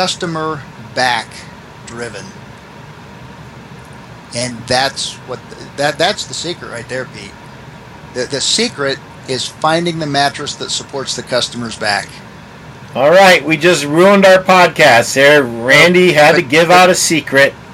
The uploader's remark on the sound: Please excuse the noise from the AC. Small store in Van Wert, Ohio with a population of 10,774.